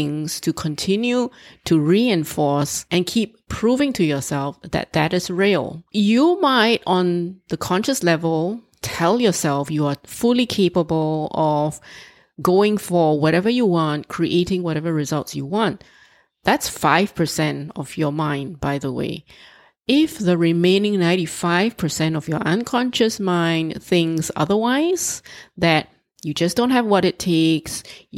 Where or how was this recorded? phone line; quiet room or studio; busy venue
quiet room or studio